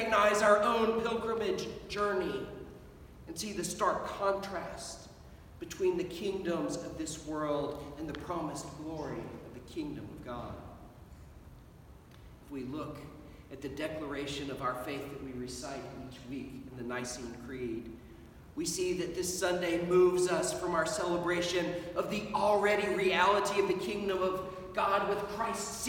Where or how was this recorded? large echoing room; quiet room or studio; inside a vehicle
large echoing room